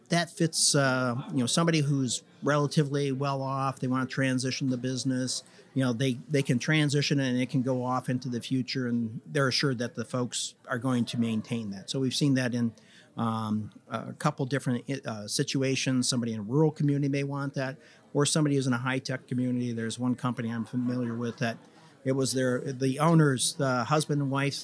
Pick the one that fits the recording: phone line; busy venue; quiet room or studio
busy venue